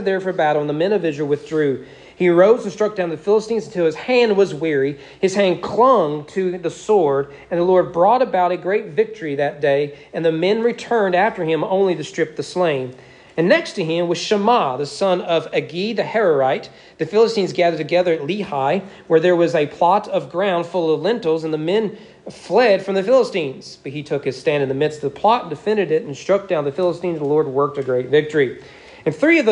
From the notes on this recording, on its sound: Sermon preached at East Frankfort Baptist Church on November 13, 2022 during morning worship